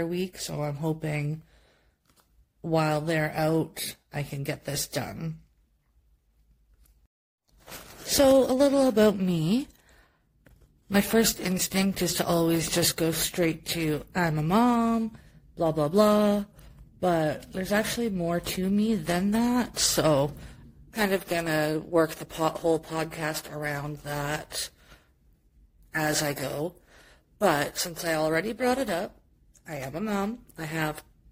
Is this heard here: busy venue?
no